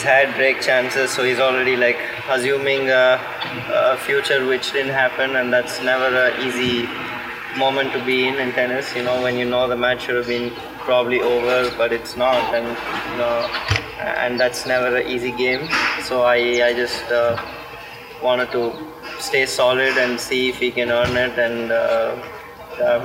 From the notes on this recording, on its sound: Live from the Cranbrook Tennis Classic.